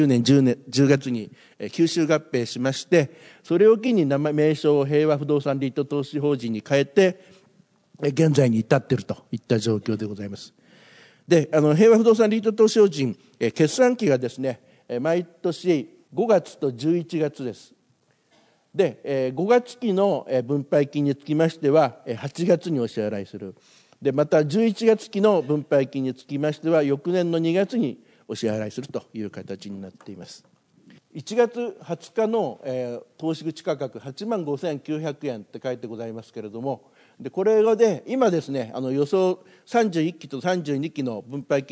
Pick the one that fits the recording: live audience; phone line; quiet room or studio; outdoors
live audience